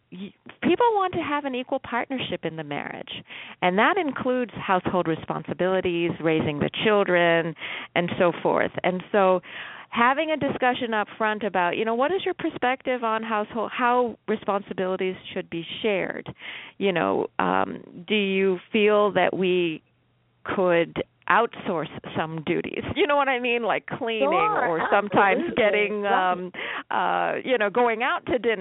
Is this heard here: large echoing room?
no